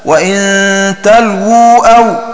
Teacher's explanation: ومعنى البيت: أي قرأ هشام وحمزة وابن ذكوان: وإن تلو أو بحذف الواو الأولى وهي المضمومة وبضم سكون اللام، فينطق بلام مضمومة وبعدها واو ساكنة مدية، فتكون قراءة الباقين بإثبات الواو الأولى المضمومة وسكون اللام، فينطق بلام ساكنة وبعدها واوان الأولى مضمومة والثانية ساكنة مدية